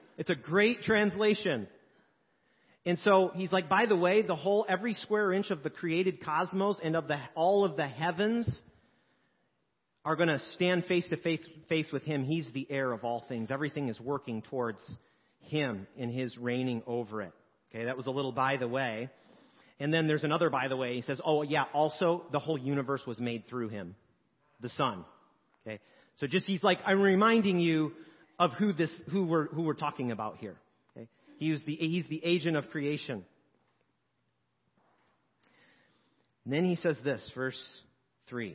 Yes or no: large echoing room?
yes